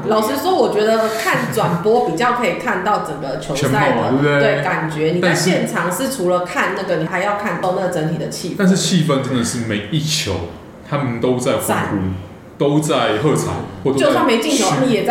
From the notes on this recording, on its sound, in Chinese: 台北東區酒吧內。錄音地點： Charlie's Sports Bar。